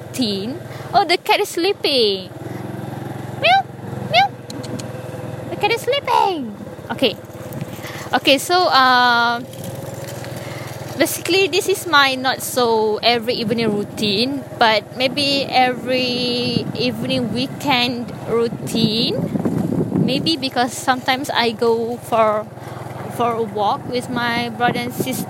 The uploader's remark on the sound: sorry listeners I'm on motorcycle during the recording